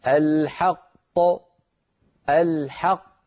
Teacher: الأولى لم تقلقل لو قلقلت تقولنا الحقق وهذا لا يفعله عاقل فالقاف الأولى مدغمة في الثانية والثانية هي الموقوف عليها وهي التي تقلقل · Term: قلقلة